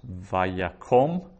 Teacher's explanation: in vayakom, that second T-shaped vowel is a short O instead of a long A